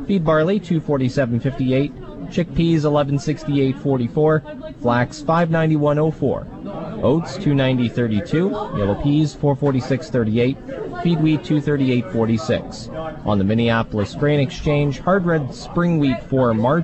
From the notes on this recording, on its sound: It's Day 3 of the Western Canadian Crop Production Show in Saskatoon. Bring you Sask Ag Today live from the show.